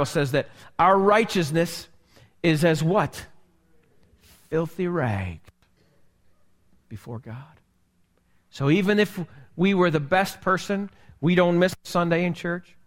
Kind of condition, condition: setting, large echoing room